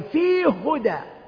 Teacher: أما الإدغام الصغير فأبو عمرو يدغم في كل القرآن، إدغام المتماثلين أقصد، مثلا فيه هدى، إدغام المتماثلين في هدى، فأبو عمرو يسكن ثم يدغم فيقول فيه هدى، فيه هو يسكن ثم يدغم فيقول فيه هدى.